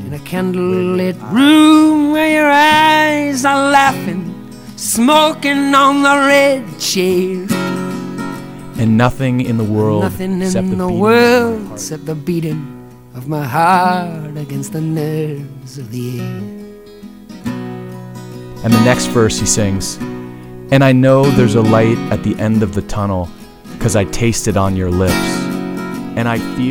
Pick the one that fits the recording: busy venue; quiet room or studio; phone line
busy venue